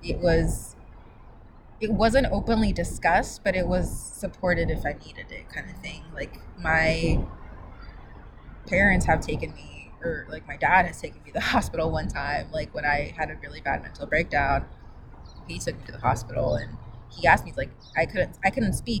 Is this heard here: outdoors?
yes